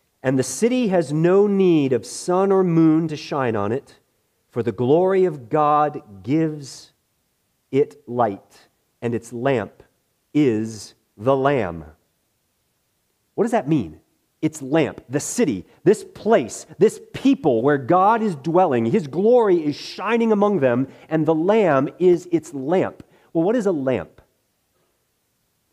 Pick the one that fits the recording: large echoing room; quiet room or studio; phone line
large echoing room